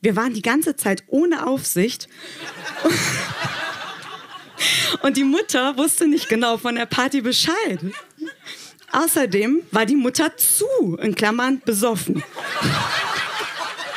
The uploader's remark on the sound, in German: In der Wohngemeinschaft, Köln. Auswahl der Beiträge von der „texte von gestern“-Liveshow. Heißen Dank an die Wohngemeinschaft, unser tolles Publikum.